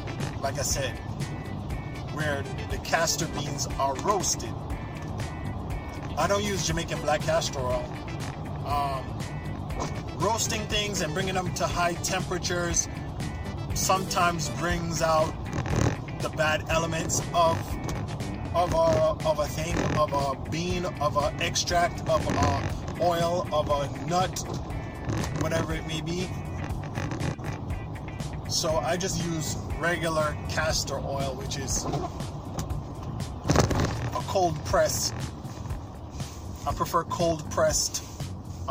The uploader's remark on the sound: This was recorded as a video so excuse the noise driving over New York potholes.